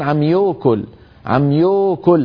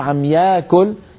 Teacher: يوكل. فإذا سكان شمال الجزيرة العربية عندهم في بعض الكلمات يعني يزمون أفواههم عند بعض الألفات فتخرج واوا · Shown in: first take